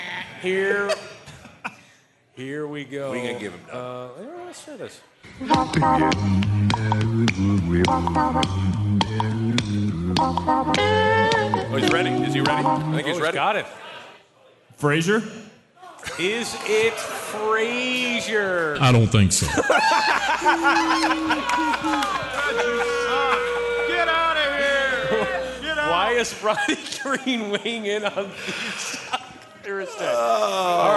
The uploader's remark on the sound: Live from Hail Varsity Club. A young listener joins the guys on stage. Live Q&A with fans.